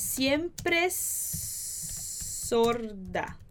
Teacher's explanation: va a juntar o E do siempre con o es y o S do es con sorda